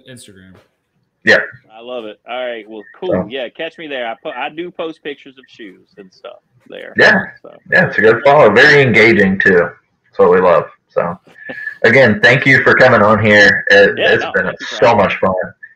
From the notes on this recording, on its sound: Apologies for the terrible audio.